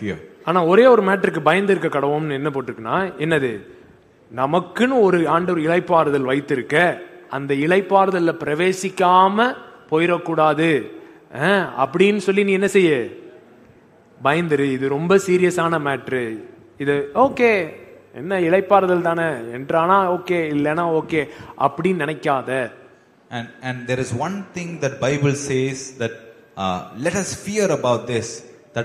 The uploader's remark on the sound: Live Church Service.